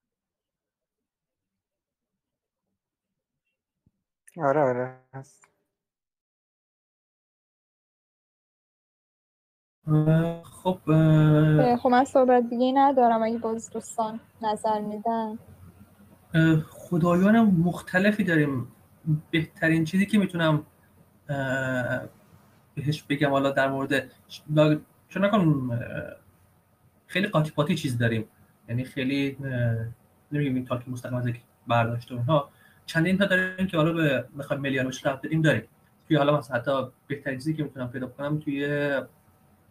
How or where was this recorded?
video call